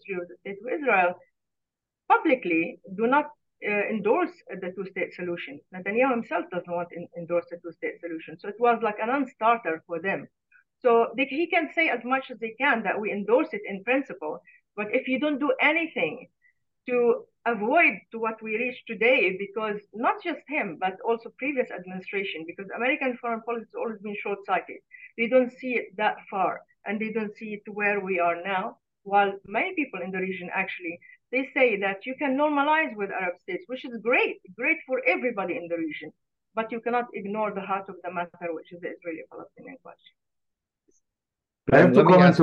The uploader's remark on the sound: Live Q&A webinar. Reporting from Tel Aviv.